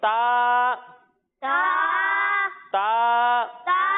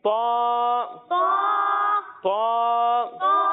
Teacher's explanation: تا چونکہ حروف مستعلیہ میں سے نہیں ہے تو اسے ہم باریک پڑھیں گے · Shown in: first take